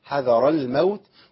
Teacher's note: حذر الموت اللام عندي ساكنه ما حركهاش